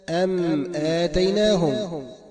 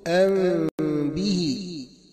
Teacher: فعند ظهور الميم تقول مثلا أم آتيناهم بإنطباق الشفتين، وعند إخفائها تقول أم به · Term: إظهار الميم